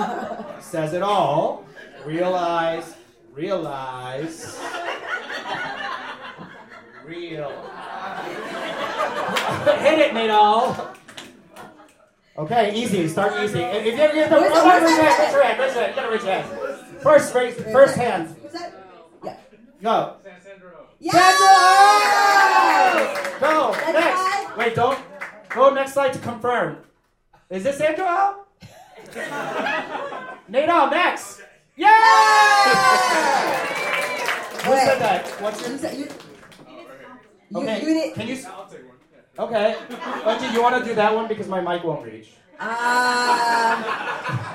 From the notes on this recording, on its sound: Live from Los Angeles. Live show at LA's Lyric Hyperion.